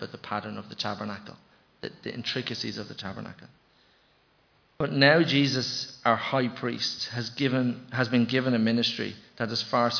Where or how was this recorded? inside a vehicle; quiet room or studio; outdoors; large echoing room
large echoing room